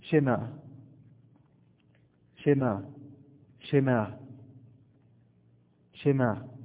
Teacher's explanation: السكون المتحرك هو عبارة عن كسرة مائلة للفتح قليلا ويشبه القلقلة في التجويد إلى حد ما · Term: سكون متحرك